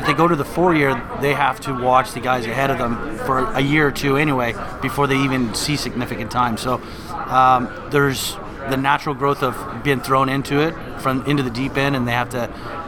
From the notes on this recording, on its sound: recorded recently on "Podcast Row" at the 2022 United Soccer Coaches Convention in Kansas City